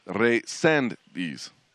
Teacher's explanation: The accent is on the second E, so it's Resendiz.